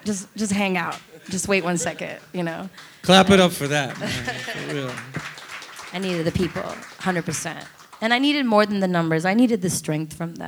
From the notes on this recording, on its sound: put together a live buttery experience with their friends and family